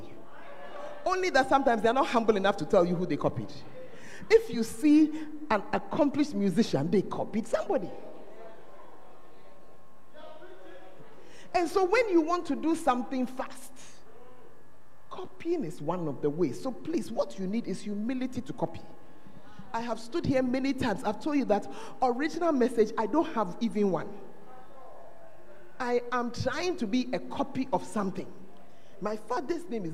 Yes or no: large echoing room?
yes